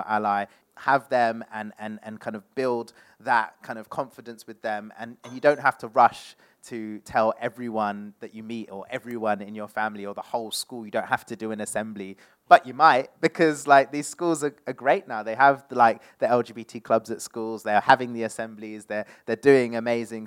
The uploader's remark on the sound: Hosted a live panel discussion. Live Recording from 10 Sep 2022 as part of London Podcast Festival 2022 held at Kings Place.